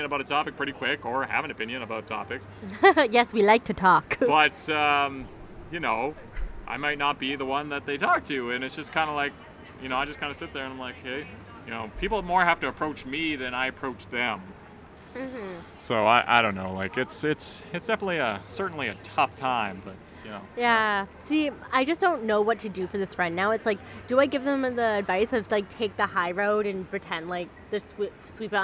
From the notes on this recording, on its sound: We're live on location again at the Shipyards Christmas Market!